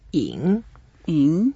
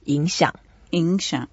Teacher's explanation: It's a third tone. So we go down first and then up.